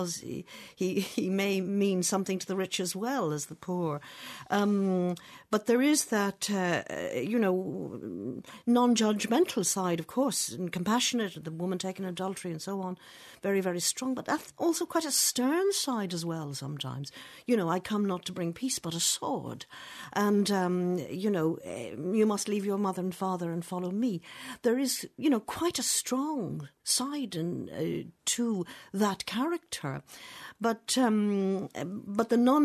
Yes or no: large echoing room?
no